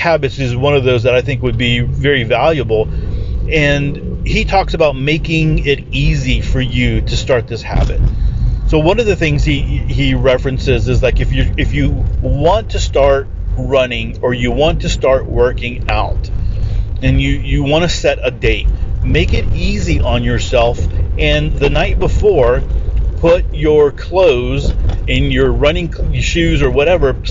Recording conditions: inside a vehicle